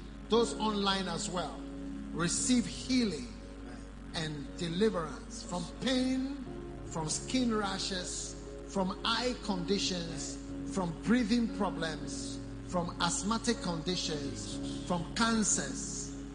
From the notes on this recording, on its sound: Preached at morning Glory Service.